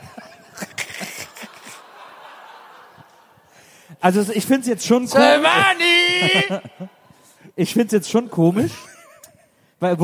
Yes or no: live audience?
yes